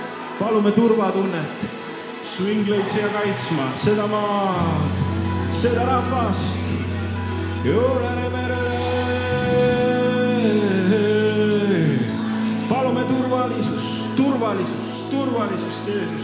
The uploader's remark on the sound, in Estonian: Audio salvestus koosolekult.